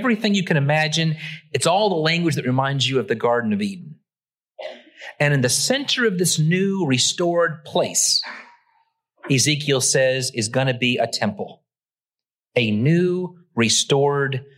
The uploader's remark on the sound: Originally preached at the West Side Church of Christ (Searcy, AR) on June 11, 2023.